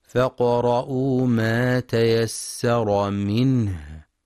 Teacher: ينتبه القارئ لهمس الهاء وتوضيحها، فهي من أضعف الحروف وتحتاج لجهد لبيانها